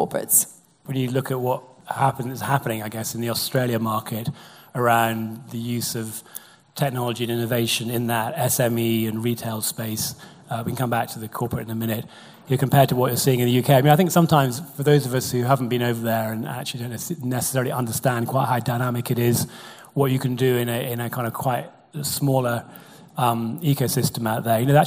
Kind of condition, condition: setting, live audience